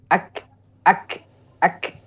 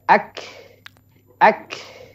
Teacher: pada kaf yang harusnya dibaca hames ya dikeluarkan nafas · Shown in: second take · tetapi justru yang ada adalah pantulan.